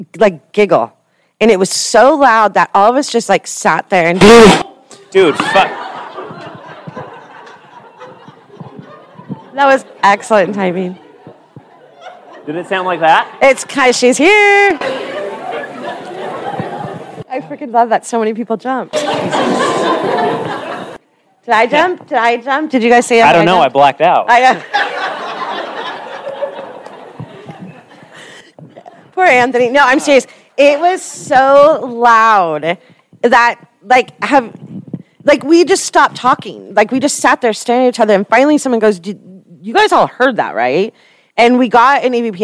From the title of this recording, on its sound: w/LIVE audience